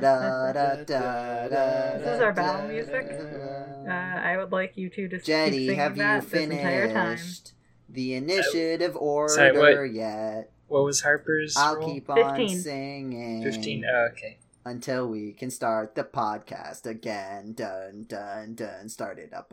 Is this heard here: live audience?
no